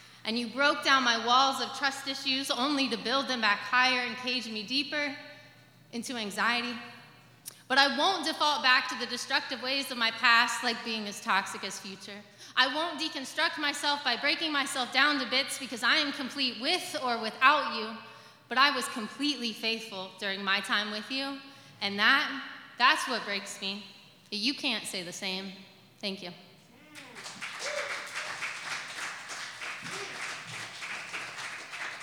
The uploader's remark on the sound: This recording was taken live at Yellow Cab Tavern on May 15th 2022.